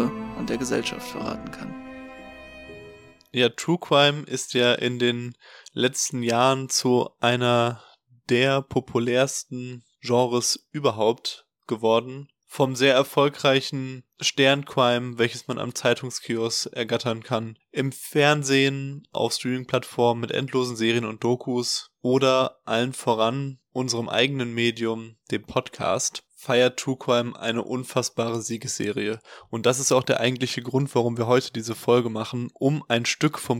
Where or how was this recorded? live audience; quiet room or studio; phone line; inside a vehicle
quiet room or studio